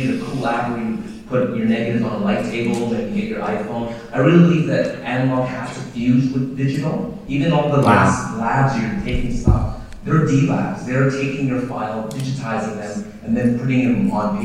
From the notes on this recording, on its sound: Live from the FILM PHOTOGRAPHY PAIDEIA. Our live round table discussion from the 2nd annual Film Photography Paideia.